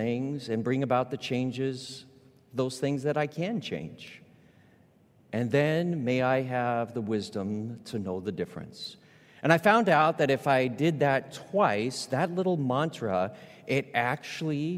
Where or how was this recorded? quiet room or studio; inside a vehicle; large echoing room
large echoing room